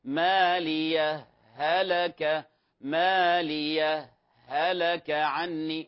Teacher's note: السكت بمقدار أقل من الوقف بدون نفس